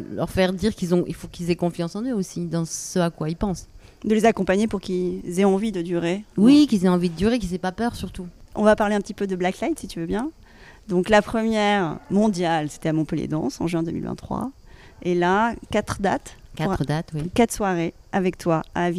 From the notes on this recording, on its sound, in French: Cet épisode a été enregistré pendant la 77e édition du festival d’Avignon au Cloître des Carmes, avec l'écho du chant des cigales.